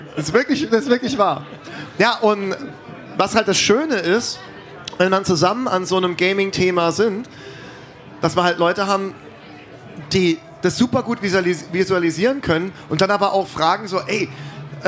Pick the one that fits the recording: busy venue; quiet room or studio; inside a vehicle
busy venue